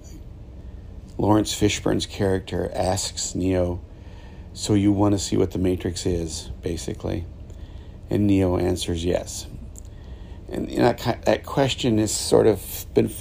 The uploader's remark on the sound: This episode was recorded from a moving ship on the Caribbean Sea.